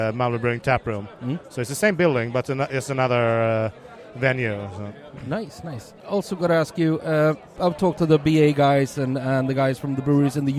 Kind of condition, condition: setting, busy venue